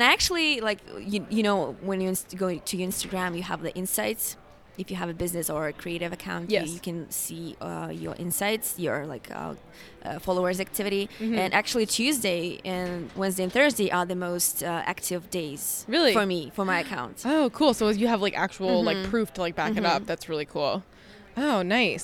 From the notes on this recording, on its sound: live from the basement of the Mandalay Bay during WPPI